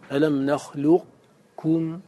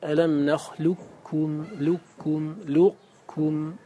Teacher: وكان مكي رحمه الله يدغم ويبقي صفة القاف التي تتميز بها عن الكاف · Shown in: first take · Term: الاستعلاء